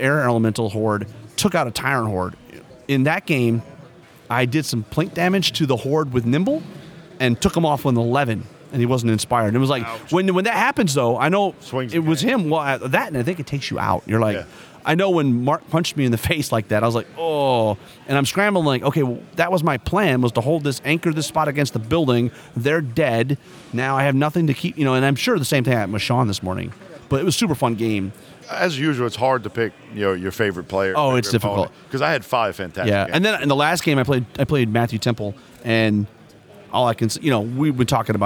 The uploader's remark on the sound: We bring you the next batch of content recorded at this year’s US Masters in Omaha.